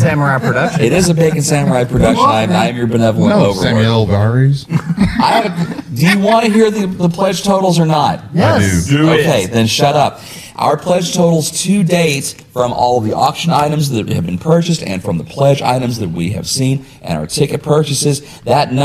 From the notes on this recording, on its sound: We were live at Who Needs Sleep 2017!